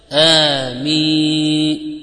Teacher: أولها مد حركتان ألف همزة وألف آمين، ثم يأتي المد مد اللين هذا في آخر الكلمة معناها اللهم استجب، وغايته ست حركات وليس أكثر من ذلك.